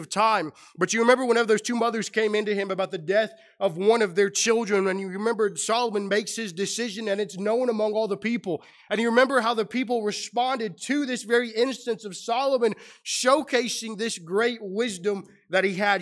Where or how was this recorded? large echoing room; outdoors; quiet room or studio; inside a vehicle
large echoing room